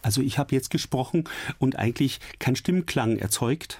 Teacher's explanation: Beim Flüstern unterscheidet man zwei verschiedene Arten von Flüstern. Einmal dieses Flüstern, dass man im Prinzip nur Luft durch einen Spalt lässt, ohne dass die Stimmlippen schwingen. Also ich habe jetzt gesprochen und eigentlich kein Stimmklang erzeugt.